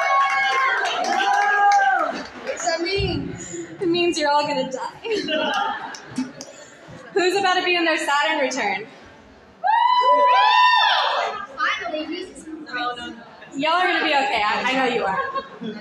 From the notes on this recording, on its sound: Our first ever live episode of WITLT !